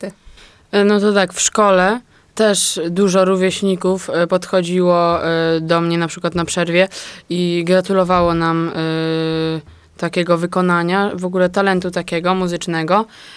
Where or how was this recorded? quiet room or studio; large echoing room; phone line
quiet room or studio